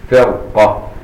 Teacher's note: الا ان تكون الكسره ليست اصلا او بعدها حرف استعلاء. هنا في حرف استعلاء والقاف، فالقاف منعها من الرق